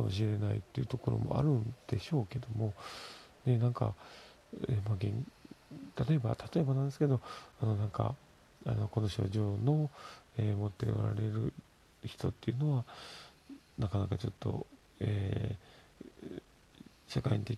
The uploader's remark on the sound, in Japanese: 子供が寝ている側で収録しているのでボソボソしています。